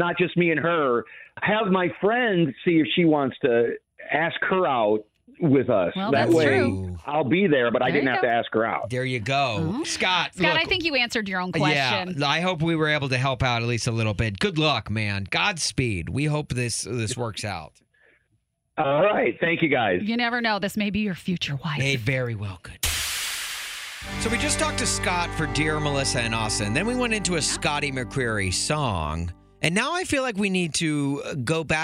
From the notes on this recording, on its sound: called in to get advice